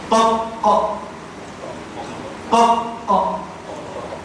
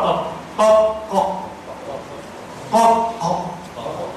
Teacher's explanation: والقاف أقصى اللسان فوق